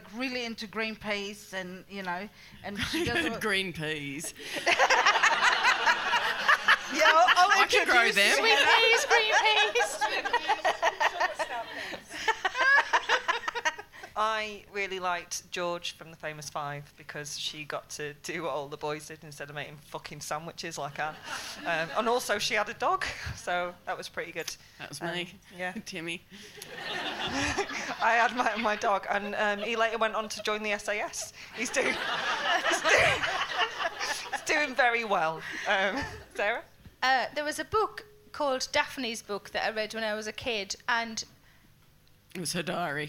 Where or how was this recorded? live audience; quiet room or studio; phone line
live audience